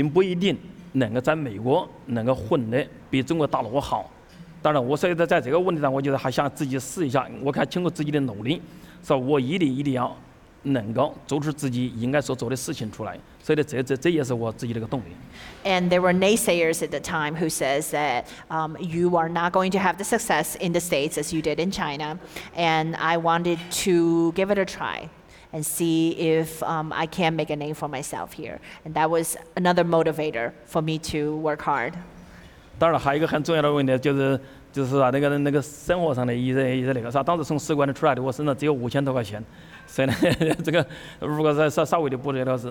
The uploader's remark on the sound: Taped at Richmond's historic Hippodrome Theater, where a sellout crowd enjoyed a four-course dinner